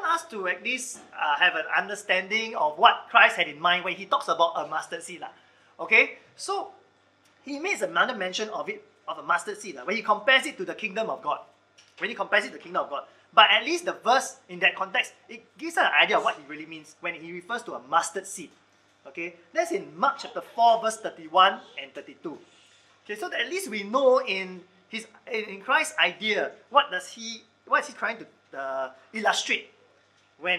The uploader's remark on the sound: Recorded Live/Sermon